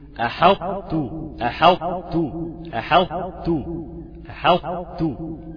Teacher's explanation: هتجيب لي استطالة حرف الطاء، هتجيب لي تفخيم حرف الطاء، وهتجيب لي ترقيقي التاء، شفت بقى، وهتقفل على التاء بهمسيها، هتقول احطو احطو احطو احطو. · Term: ادغاما ناقصا